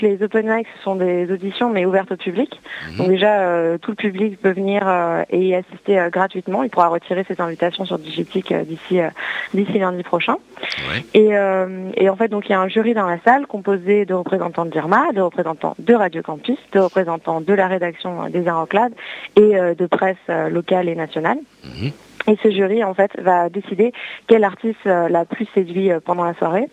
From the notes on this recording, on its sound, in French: Au t&amp;eacute;l&amp;eacute;phone, pour en parler! Au t&eacute;l&eacute;phone, pour en parler!